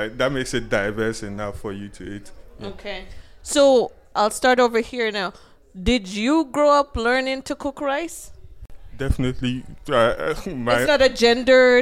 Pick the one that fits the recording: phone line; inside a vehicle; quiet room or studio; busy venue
busy venue